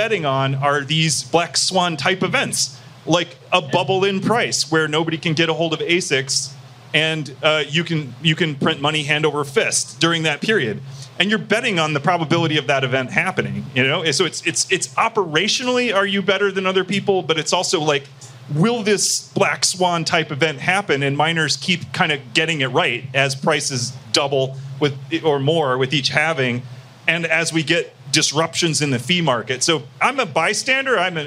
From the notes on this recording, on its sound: This interview was a live recording made at the Bitcoin 2023 Conference in Miami